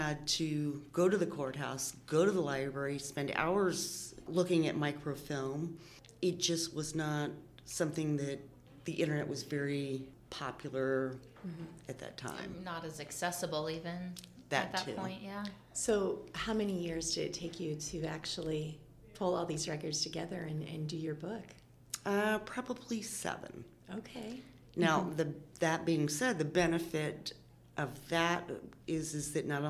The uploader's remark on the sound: During Orrville Public Library's second annual Local Author Festival we sat down with the authors to chat about their books.